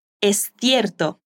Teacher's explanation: es de España, así que dice cierto con la lengua entre los dientes.